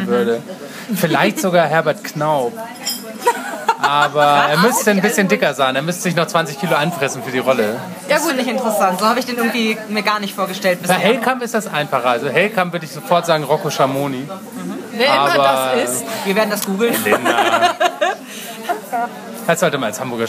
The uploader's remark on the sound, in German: Entschuldigt bitte, dass die Tonqualität leider nicht auf unserem üblichen Niveau ist, da das Interview in einem öffentlichen Umfeld aufgenommen wurde.